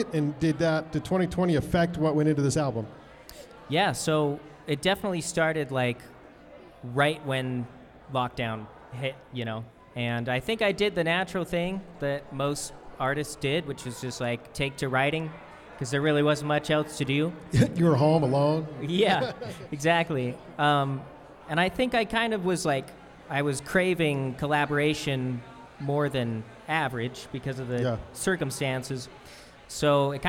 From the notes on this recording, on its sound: A LIVE studio audience recording of Van Sessions at The Monarch. Recorded during Ogden's First Friday Art Stroll. The Monarch Building in Ogden, Utah.